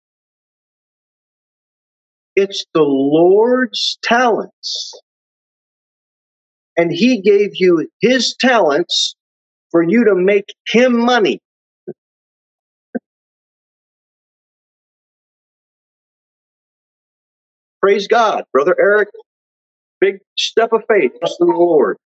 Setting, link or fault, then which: setting, large echoing room